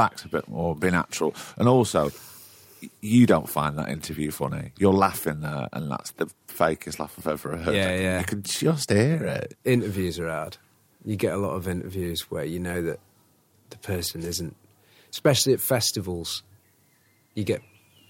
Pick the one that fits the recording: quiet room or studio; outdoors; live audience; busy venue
outdoors